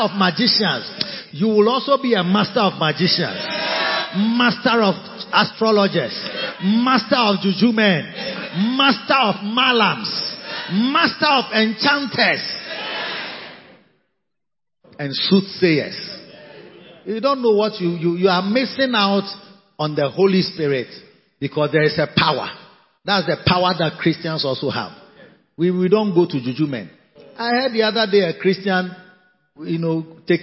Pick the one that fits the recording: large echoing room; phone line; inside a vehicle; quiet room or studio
large echoing room